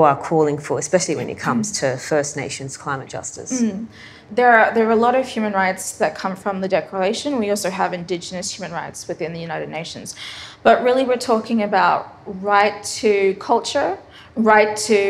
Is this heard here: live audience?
yes